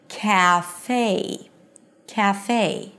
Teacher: No, actually in English, you don't have words that end with this pure e sound. It has to close into this nice diphthong, a as in day · IPA: kæˈfeɪ